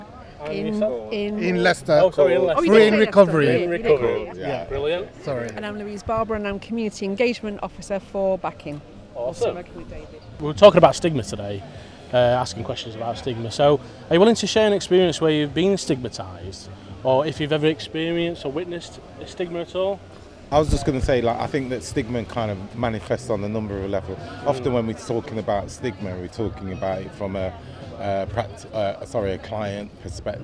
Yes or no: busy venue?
yes